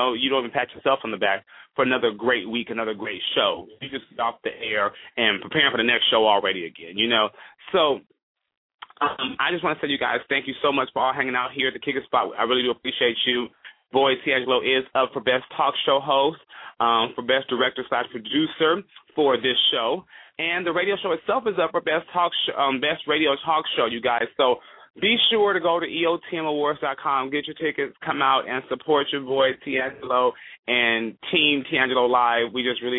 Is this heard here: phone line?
yes